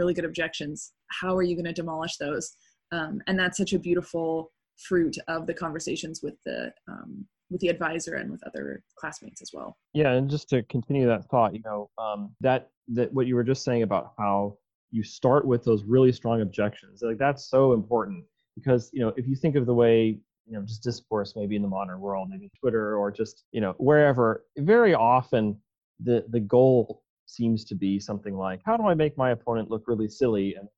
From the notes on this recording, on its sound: Recorded via Zoom!